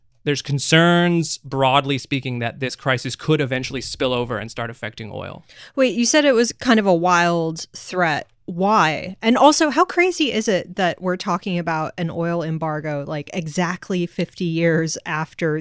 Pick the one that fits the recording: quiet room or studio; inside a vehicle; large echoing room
quiet room or studio